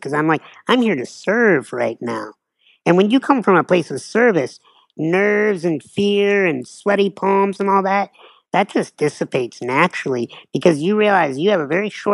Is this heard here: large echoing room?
no